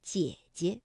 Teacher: 第一个姐呢，我们就把它读成21 · 第二个姐呢，就要变成轻声了，读得短促而轻